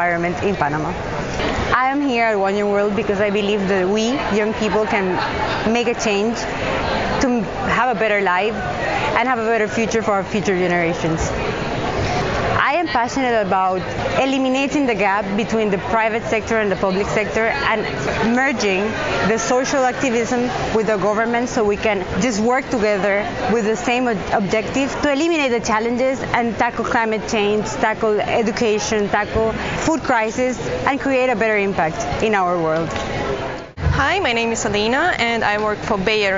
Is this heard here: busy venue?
yes